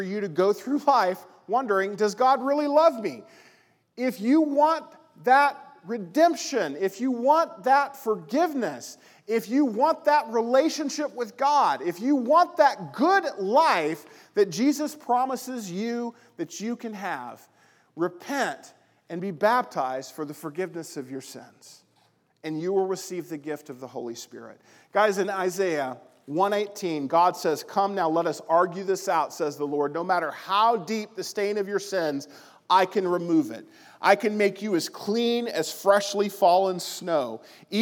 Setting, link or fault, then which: setting, large echoing room